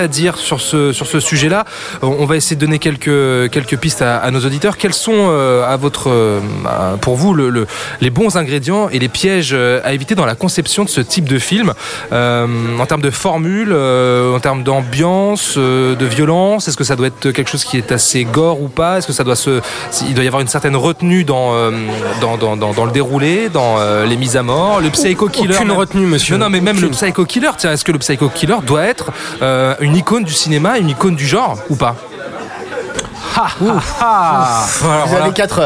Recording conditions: busy venue